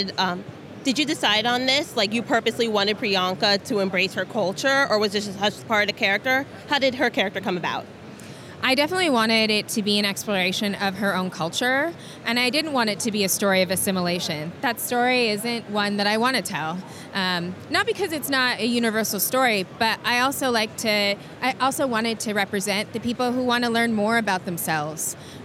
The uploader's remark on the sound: at New York City Comic Con 2017